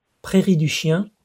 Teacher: So when he said Prairie du Chien, he said chien. We don't have that nasalized vowel, as we call it, in English.